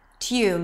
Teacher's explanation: with a y sound right before the oo